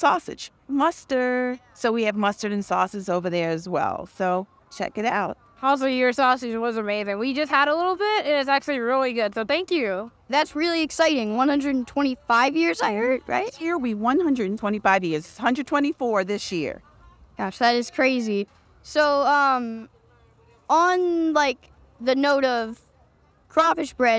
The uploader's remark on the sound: this episode we are live at Jazz Fest!